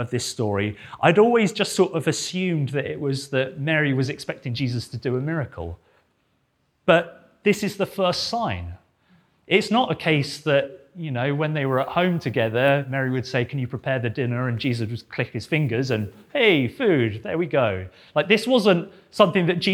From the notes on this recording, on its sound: This sermon was preached at Welcome Baptist Church on Sunday 25th September 2022.